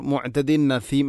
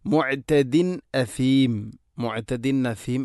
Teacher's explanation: പ്രത്യേകിച്ചും ശ്രദ്ധിക്കേണ്ട കാര്യം മുഅ്തദിൻ ദാലിൽമേ തൻവീനാണ്, ശേഷം അസീം എന്നതിലെ ഹംസ. തൻവീനു ശേഷം ഹംസ വന്നാൽ ഇൽഹാറാണ് ചെയ്യേണ്ടത്, അവ മണിക്കാൻ പാടില്ല. · Shown in: second take · പക്ഷേ നമ്മളൊക്കെ ഓതിപ്പോകുമ്പോൾ മുഅ്തദിൻ നസീം എന്നായിരിക്കും.